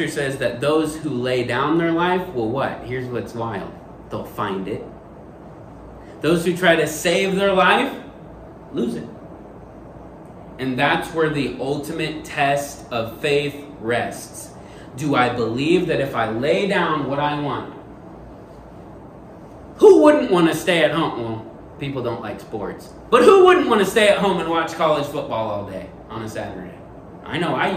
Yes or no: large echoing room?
yes